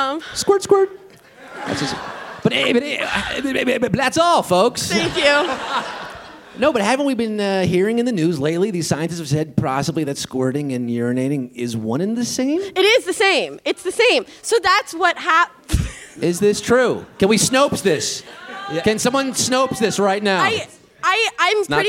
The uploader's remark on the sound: Live in NYC